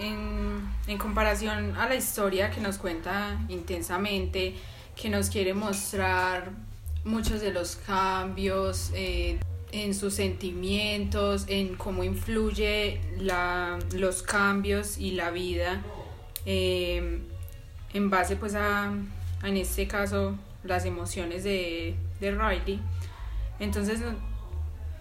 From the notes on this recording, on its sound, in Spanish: Queremos pedir perdón ya que cerca del lugar donde grabamos un grupo de insensatos pensaron que era buena idea hacer una fiesta de mas de veinte personas en la calle en tiempos de pandemia, a consecuencia de ello en este episodio se escuchan algunos ruidos de fondo que fueron imposibles de editar.